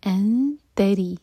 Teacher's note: یہاں پر نون کی آواز کو چھپائیں گے اور دو سیکنڈس کا ٹائم دیں گے